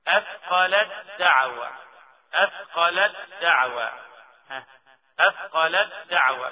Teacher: التاء بتدخل في الدال وبتكون الدال مشددة · Term: إدغام